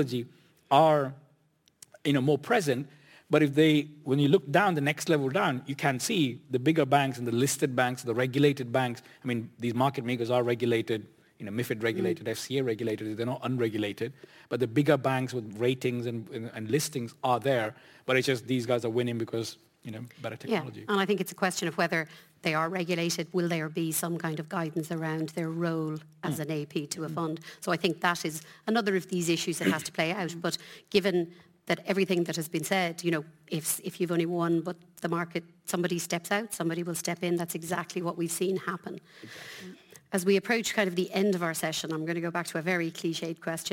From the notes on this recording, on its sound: Panel Discussion (Annual Conference 2023). Our recent Irish Funds Annual Conference, held in Dublin.